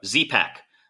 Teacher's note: you have both a fricative, a Z in there, as well as a plosive or a P